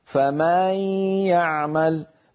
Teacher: يمط صوته زيادة في فتحة الميم في كلمة فمن، فيتولد من ذلك ألف، وكأنه زيد في القرآن حرف. · Term: التمطيط